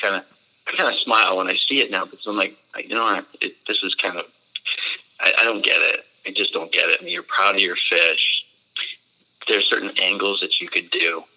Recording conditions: phone line